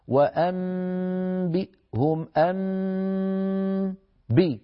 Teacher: لما قلنا بي هل في الباء غنة؟ ما في الباء غنة